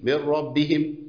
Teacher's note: اتفقا على الإدغام بغير غنة